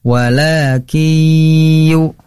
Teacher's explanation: Nun sukun bertemu ya adalah idgom bigunnah.